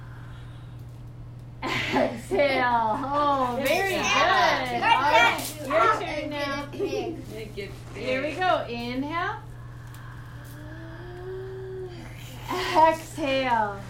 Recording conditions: sounds in the background